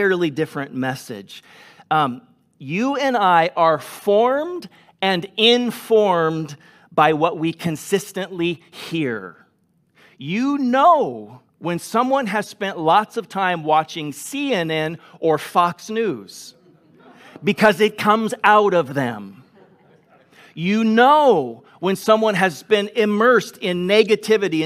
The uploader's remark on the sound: Delivered on 22 August 2021 at Grace Church of La Verne